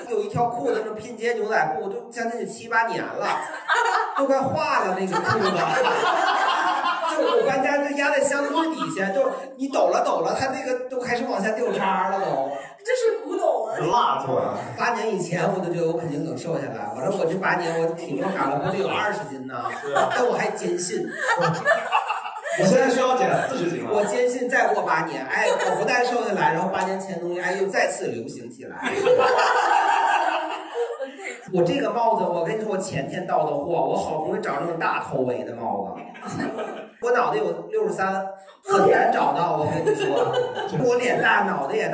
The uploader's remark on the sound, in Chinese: 最近两期由于场地不熟悉，设备出了问题，只能用备用素材，所以音质稍有问题。